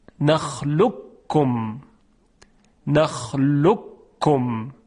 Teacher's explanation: حرف قاف در کاف ادغام میشه · Term: ادغام متقاربین